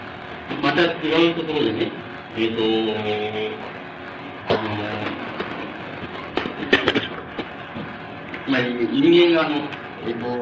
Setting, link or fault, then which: fault, background noise